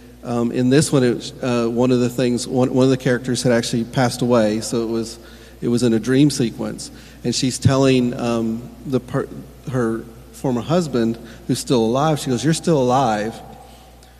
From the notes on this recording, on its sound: Recorded during a live panel discussion.